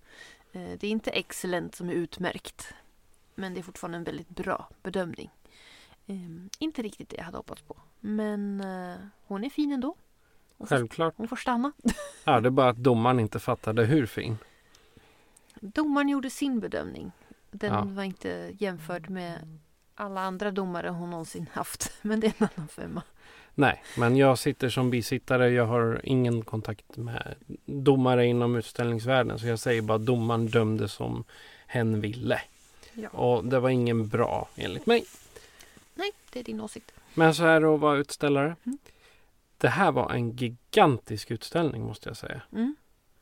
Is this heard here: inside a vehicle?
yes